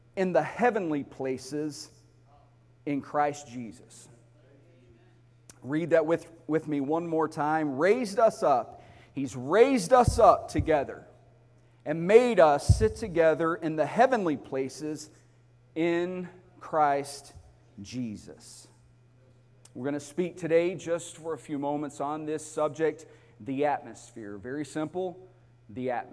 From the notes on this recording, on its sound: Sunday morning service